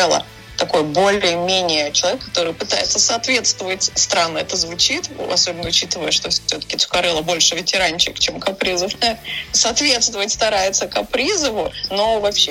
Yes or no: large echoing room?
no